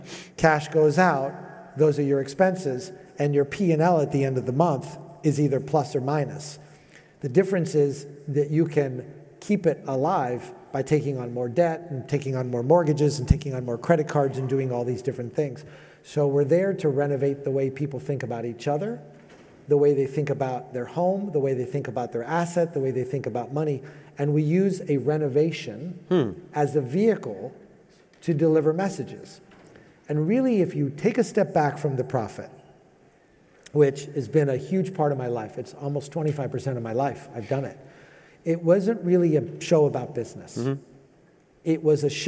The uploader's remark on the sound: At Scalable Impact Live in November 2021. At Scalable Impact Live in November 2021.